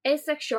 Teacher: it sounded like asexual. I didn't really hear the S on the end.